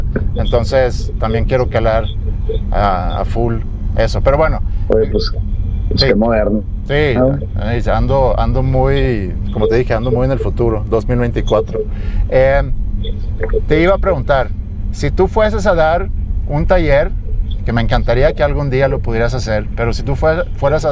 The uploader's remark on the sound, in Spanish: Vuelta Capitalina con Chevrolet Trax. Lo grabamos en movimiento a bordo de la nueva Chevrolet Trax 2024 por las calles de CDMX.